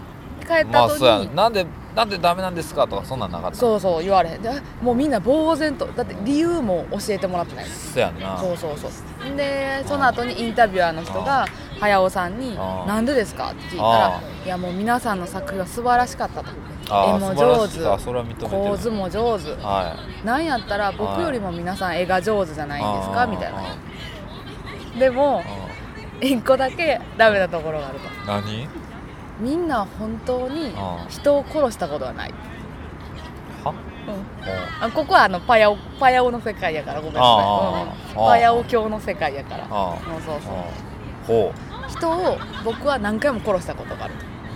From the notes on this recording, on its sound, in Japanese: 屋外での収録ですのでお聞き苦しい点もあるかもしれませんが